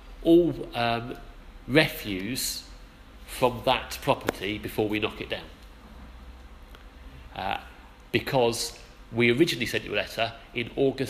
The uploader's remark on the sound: Our sermon from the 11am service